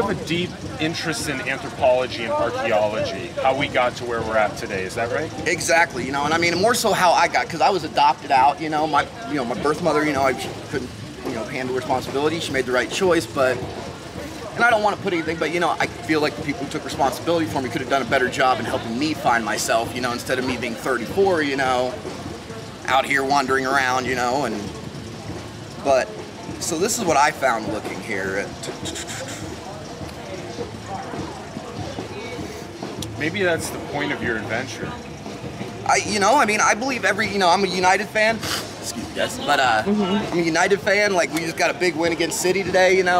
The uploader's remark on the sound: Street Interviews - LA Boardwalk